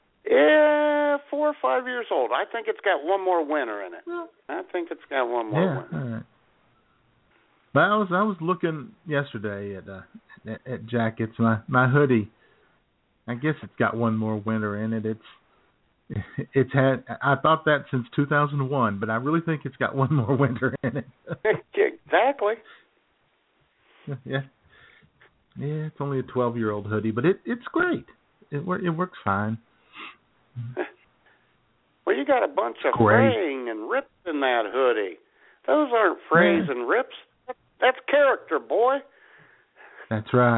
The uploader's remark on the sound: take your phone calls